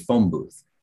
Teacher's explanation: But phonemic blending is going to affect any language and any, like you can't say the word you can say phone and you can say booth, but you can't say those two words together. If you put the two words together, you get phone booth. The N becomes an M